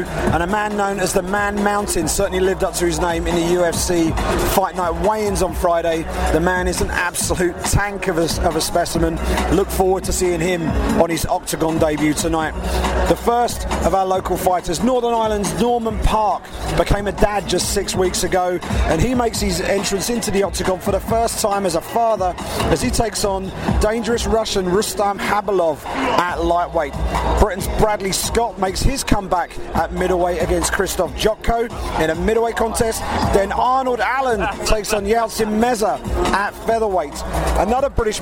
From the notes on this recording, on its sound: UFC London: Pre-fight LIVE from Octagonside at The O2.